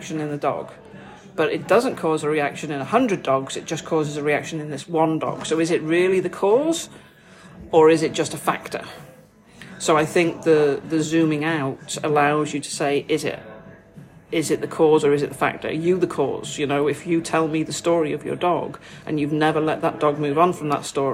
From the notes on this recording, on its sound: this episode is recorded in a restaurant so may have more background noise than a usual podcast